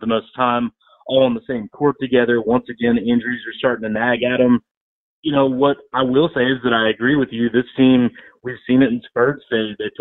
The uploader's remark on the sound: joined over the phone